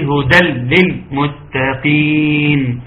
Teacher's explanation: ويتم اضافه حرف اللام بدل حرف النون، لان النون دخل في اللام واصبح خلاص واصبح مدغم تماما